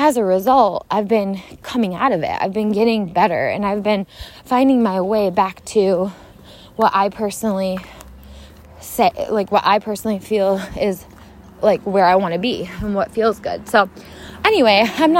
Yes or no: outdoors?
yes